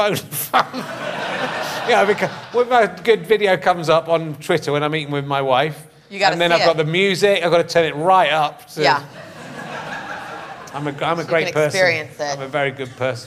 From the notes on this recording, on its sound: Another week has gone by and we're at King's Place again. Meets his new upmarket audience.